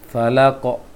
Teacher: ketika fathah mulut agak membulat, bukan monyong tapi bulat dia · Term: huruf qaf